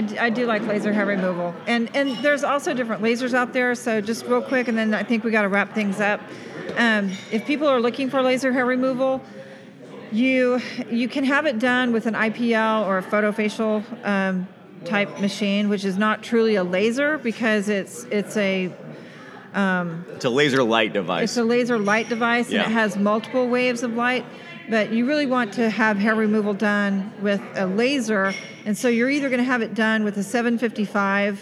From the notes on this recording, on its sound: At Cork & Growler in Frisco, Tx answering questions from a live audience.